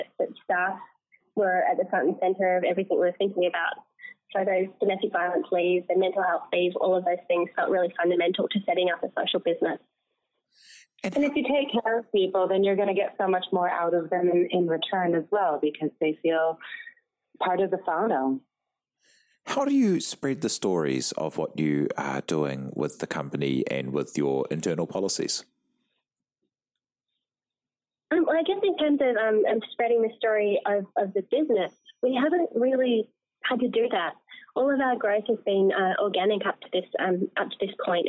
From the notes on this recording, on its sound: Note: Apologies for the sound quality. This episode was conducted over the phone.